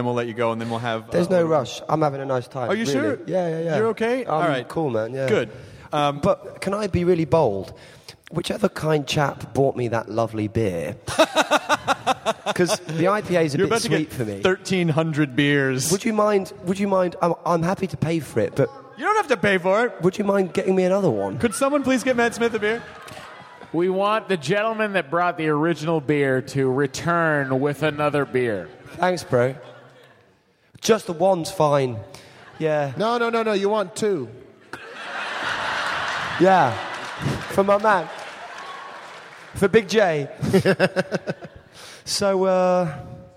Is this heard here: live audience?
yes